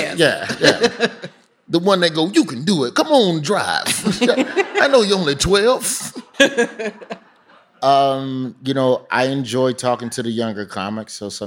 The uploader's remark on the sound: Design Matters Live Tour